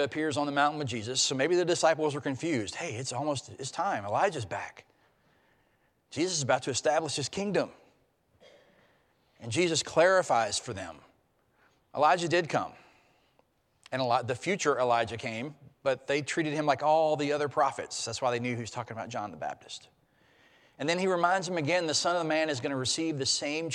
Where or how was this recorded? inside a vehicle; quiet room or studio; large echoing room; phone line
large echoing room